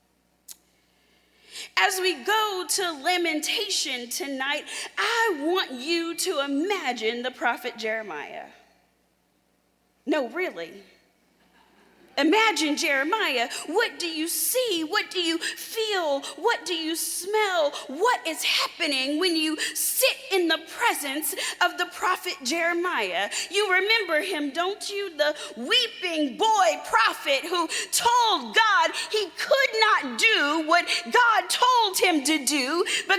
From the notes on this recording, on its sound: Delivered a powerful message at the Service of Holy Communion at the Florida Annual Conference in June 2023.